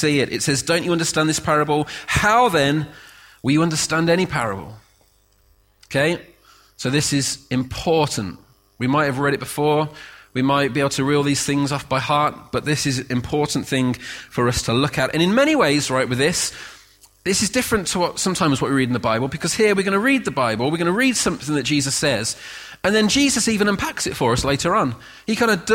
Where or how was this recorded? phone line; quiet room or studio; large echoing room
large echoing room